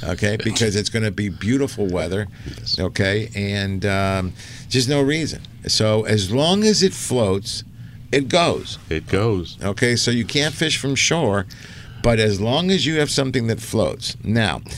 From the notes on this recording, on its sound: "LIVE" from Angel Stadium in Anaheim, CA ...